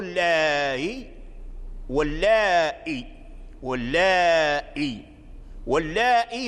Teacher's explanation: سهلها بين الهمزة والياء، فلا هي ياء خالصة ولا هي همزة خالصة · Term: التسهيل